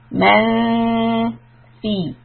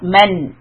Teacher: So here the noon is called ikhfa because it is followed by a letter of ikhfa, and we are going to hide the sound of the noon by making sure that the tongue is positioned flat · Shown in: first take · for the word that is next coming is fi.